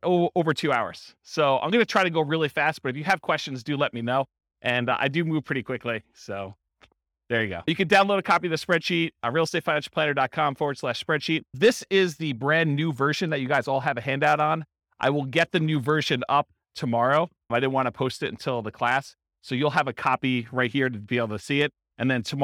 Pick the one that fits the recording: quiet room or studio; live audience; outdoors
live audience